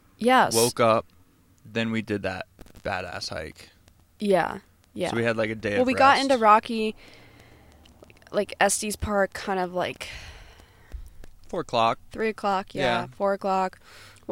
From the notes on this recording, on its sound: We record this outside of new Belgium brewing in Fort Collins right before we made the drive to Rock Springs, Wyoming.